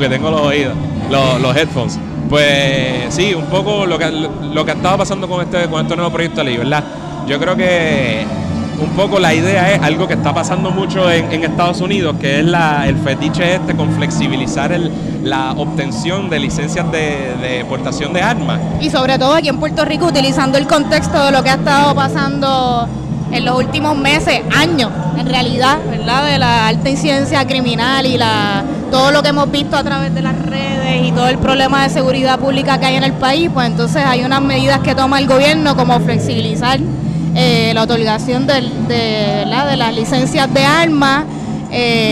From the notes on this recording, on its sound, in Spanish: Radio Inde desde la SanSe 2019. Conversamos en vivo desde las Fiestas de la Calle San Sebastián 2019.